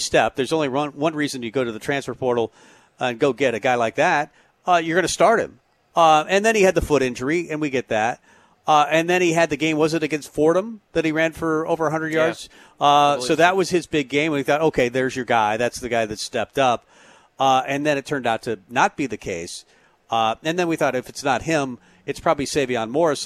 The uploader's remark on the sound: Tailgate Tuesday live from Chick-Fil-A